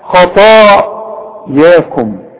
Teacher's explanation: شوف خطا المد بتاع الطاء دي ليه فخمه خطا، والمد بتاع الياء رقاه عشان الحرف مرقق · Term: الطاء فخمها